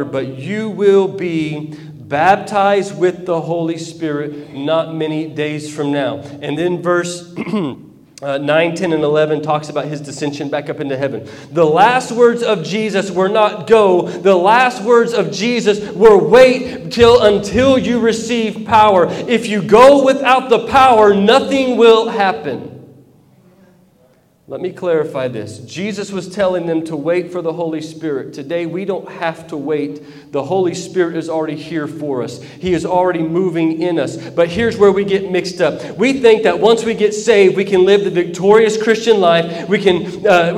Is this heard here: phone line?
no